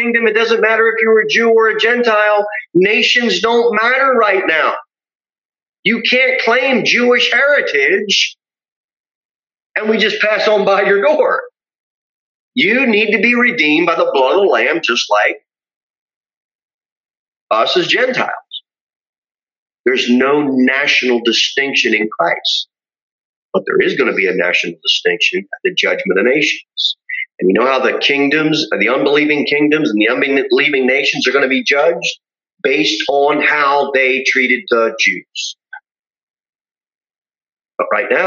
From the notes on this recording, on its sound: Sermon delivered at Pilgrim Baptist Church.